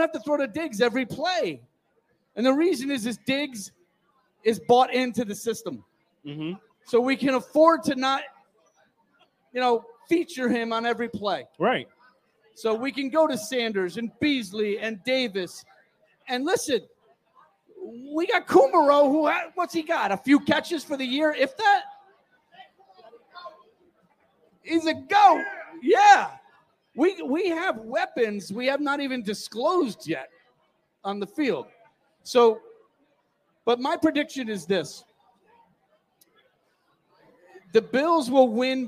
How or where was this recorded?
busy venue